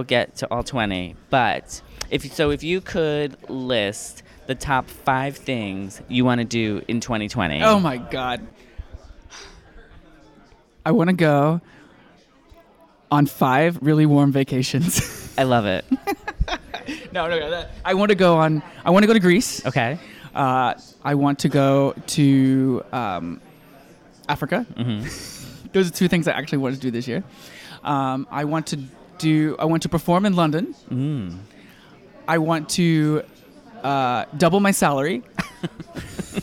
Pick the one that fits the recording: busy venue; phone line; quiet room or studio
busy venue